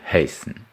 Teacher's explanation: Veillez à bien prononcer le H aspiré